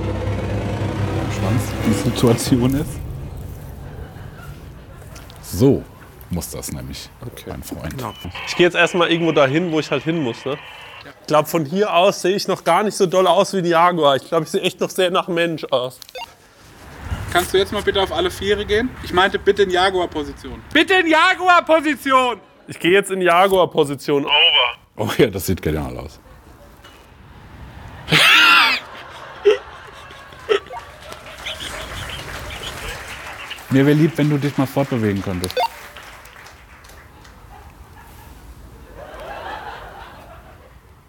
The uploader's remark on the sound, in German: "Auf die feine Tour" aus dem Artheater, Köln. Unseren zweiten Abend im ausverkauften Artheater Köln.